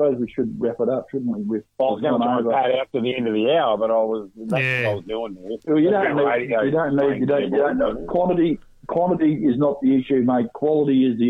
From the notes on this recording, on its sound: Lots of phone in and text messages on a vexed subject.